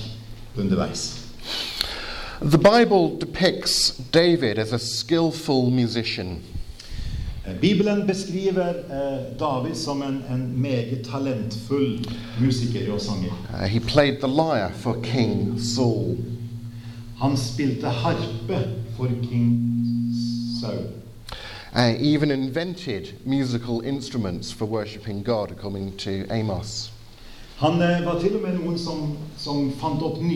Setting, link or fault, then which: setting, large echoing room